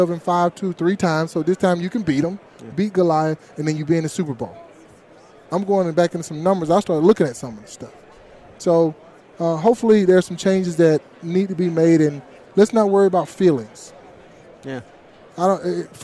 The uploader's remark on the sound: live from Super Bowl Radio Row